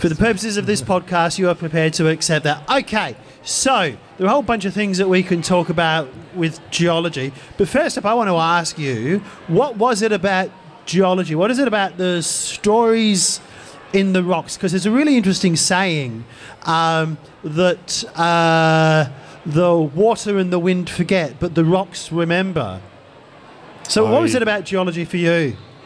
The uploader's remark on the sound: This episode was recorded LIVE during South Australia’s Science Alive event, the STEM Day Out, as part of National Science Week.